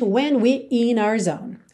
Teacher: Essa última frase, when we're in our zone, você nem ouve esse RE de we're.